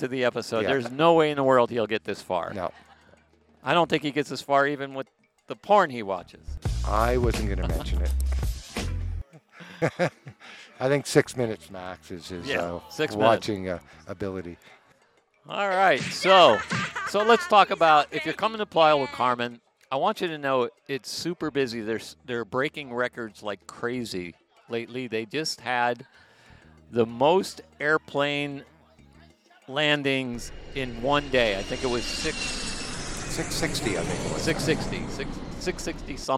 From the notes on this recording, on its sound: In this episode of the Playa del Carmen NOW Podcast we head outside